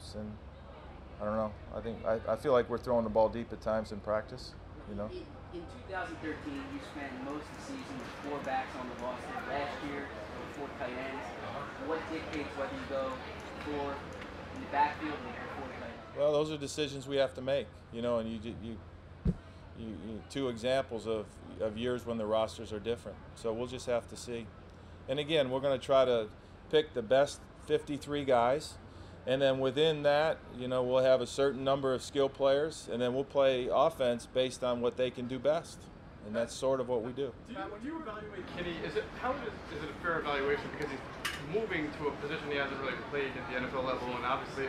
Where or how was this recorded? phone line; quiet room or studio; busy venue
busy venue